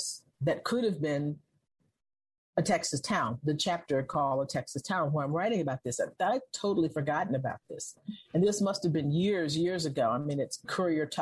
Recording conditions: video call